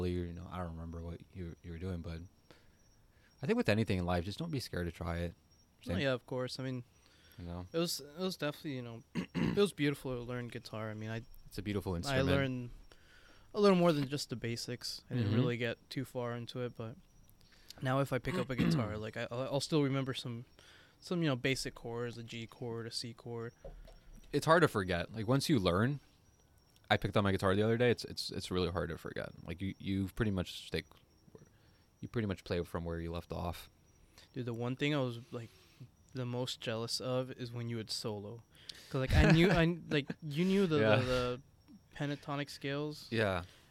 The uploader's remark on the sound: You'll hear the crickets chirp as they listen in on their conversation. Yes this was recorded outside. It was lovely weather.